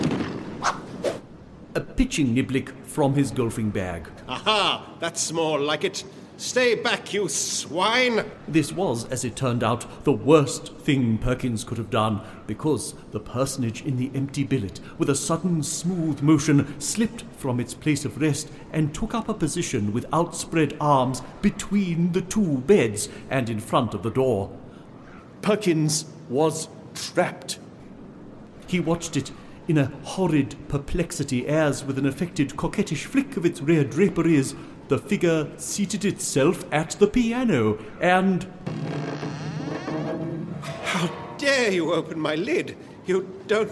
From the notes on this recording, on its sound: Recorded live before an audience at Colchester Arts Centre, 17 December 2021.